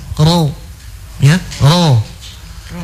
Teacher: Dibaca, ditebalkan, berarti apa? Pangkal lidahnya diangkat juga. · Term: huruf ro